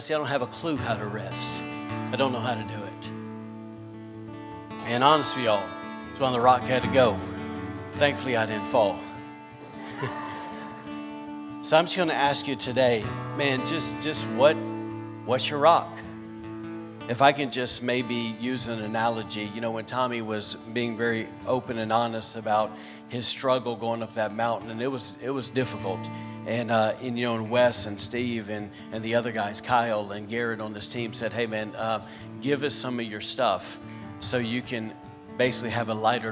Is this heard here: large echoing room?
yes